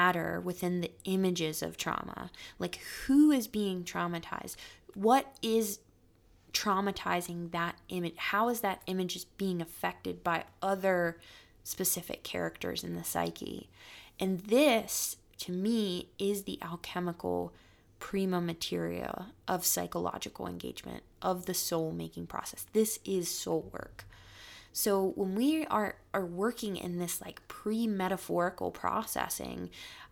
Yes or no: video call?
no